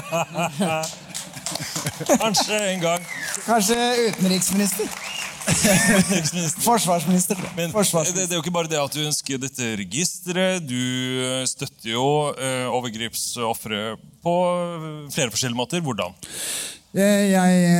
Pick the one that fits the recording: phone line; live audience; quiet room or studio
live audience